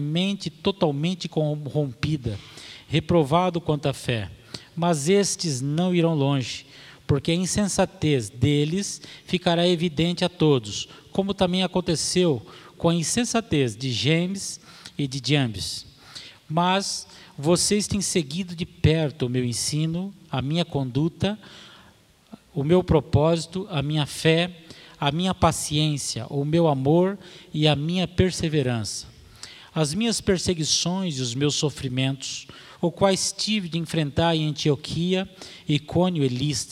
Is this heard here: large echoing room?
yes